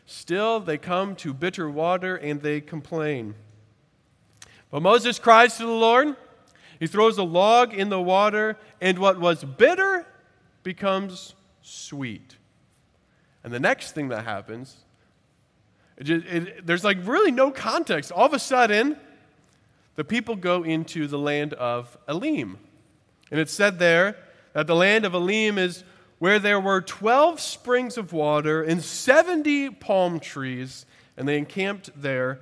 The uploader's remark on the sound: At Redeemer Presbyterian Church in Charleston, SC